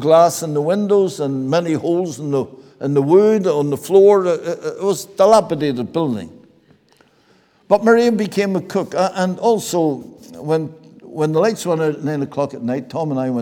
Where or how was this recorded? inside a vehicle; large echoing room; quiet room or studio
large echoing room